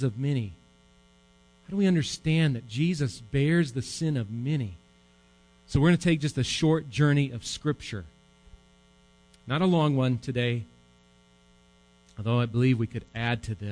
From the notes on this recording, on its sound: Recorded live at Bethany Bible Church on 11/4/18.